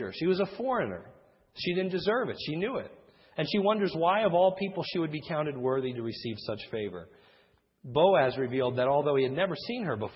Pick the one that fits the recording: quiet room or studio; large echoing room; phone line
large echoing room